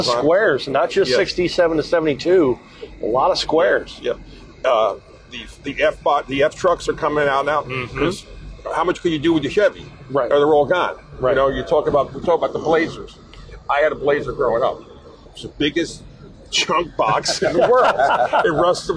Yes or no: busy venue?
yes